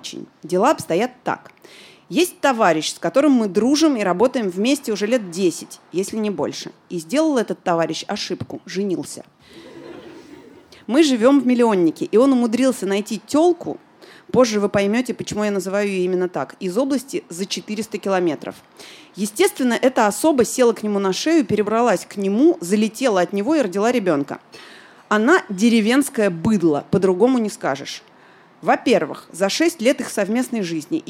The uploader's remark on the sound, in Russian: Выпуск, записанный в баре. Он записан перед живой аудиторией в московском баре Noor.